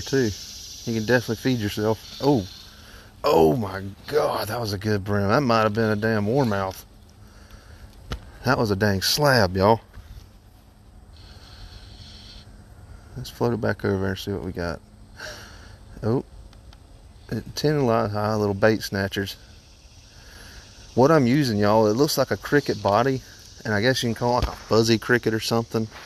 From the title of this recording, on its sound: Recording from the Kayak!